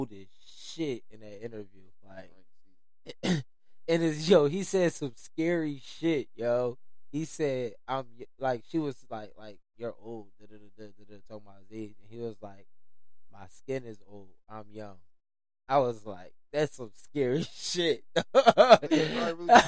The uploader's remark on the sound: Don't grease us about the sound quality.